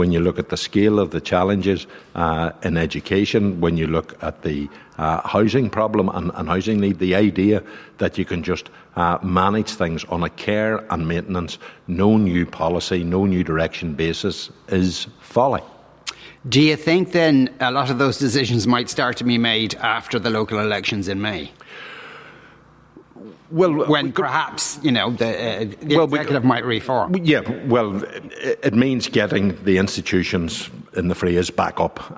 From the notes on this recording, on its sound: live in the Guildhall in Derry